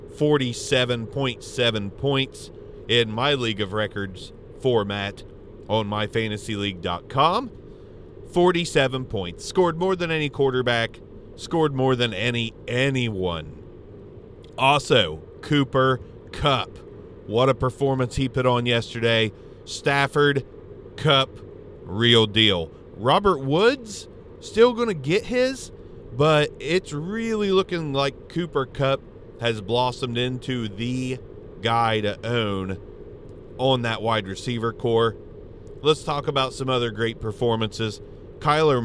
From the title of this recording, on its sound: In The Car